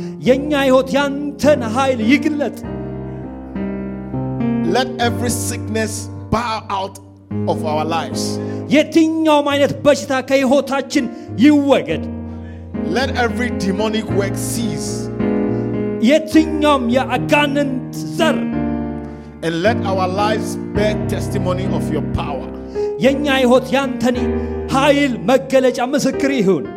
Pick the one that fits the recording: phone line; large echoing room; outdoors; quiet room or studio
large echoing room